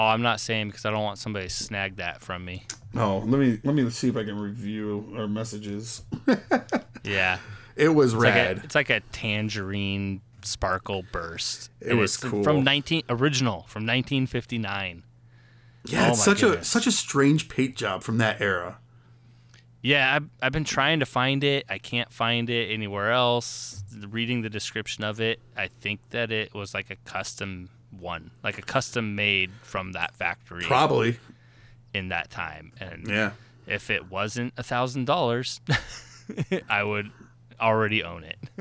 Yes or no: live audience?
no